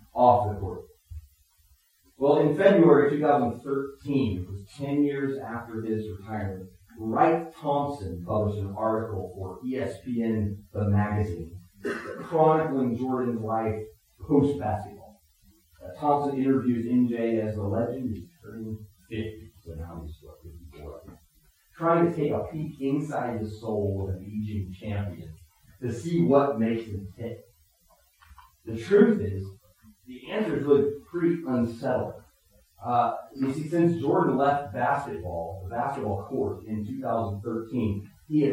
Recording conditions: poor sound quality